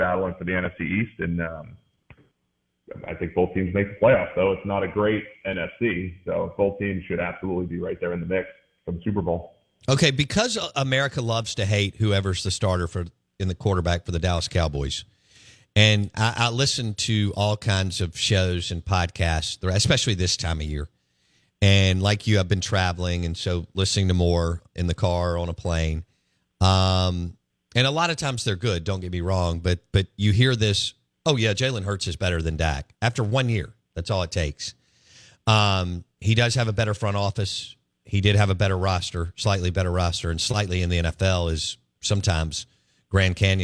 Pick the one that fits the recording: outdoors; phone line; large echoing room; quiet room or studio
phone line